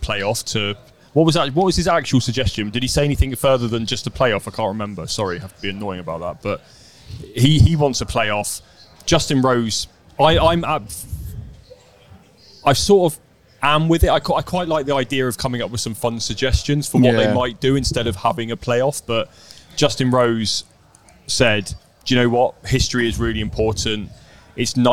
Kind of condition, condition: setting, busy venue